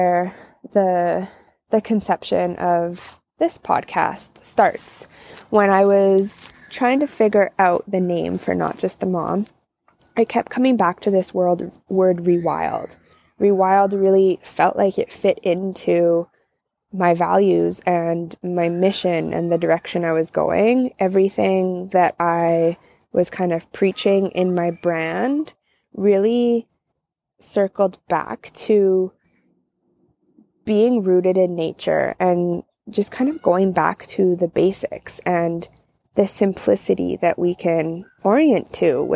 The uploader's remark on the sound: Join me outside on my back deck on an unseasonably warm, sunny, October afternoon.